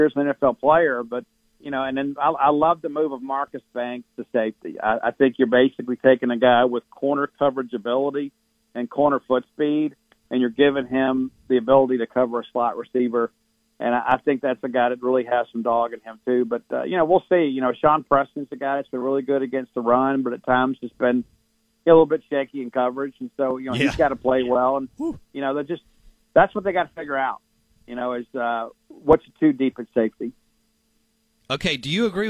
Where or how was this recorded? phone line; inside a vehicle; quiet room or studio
phone line